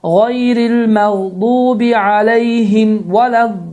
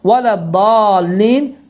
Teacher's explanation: Yəni sözlərdə şəddə nəticəsində baş verən uzatma və bu uzatmanın miqdarı 6 hərəkədir. · Shown in: first take · Term: meddül ləzim kilmiyun müthəqqal